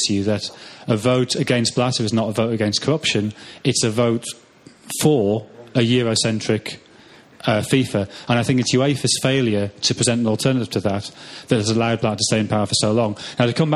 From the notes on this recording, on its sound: Recorded at the Hope and Anchor in Covent Garden on 2nd June. As well as an audience of fans.